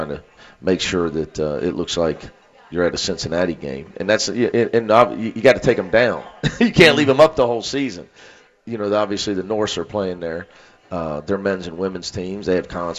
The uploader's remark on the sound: live from the Montgomery Inn